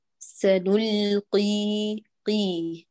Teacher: ما نحتاج الغنة لا في القاف ولا في الكسر ولا في الياء